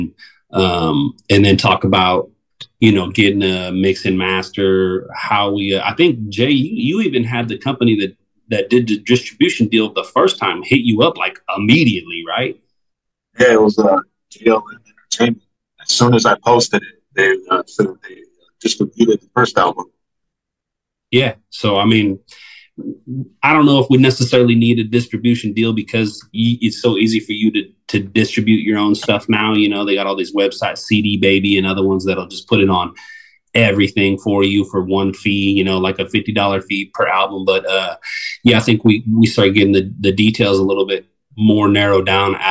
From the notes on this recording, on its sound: I had a Zoom interview. The Juicebox Recording Studio.